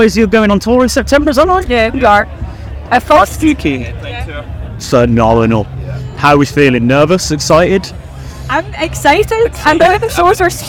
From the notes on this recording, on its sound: From our 'Live from 2000 Trees 2023' series.